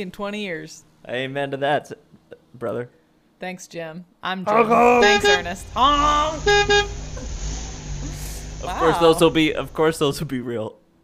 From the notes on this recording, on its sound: CB radio. Live from the open road.